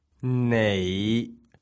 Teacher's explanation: That's the fifth tone, low and rising.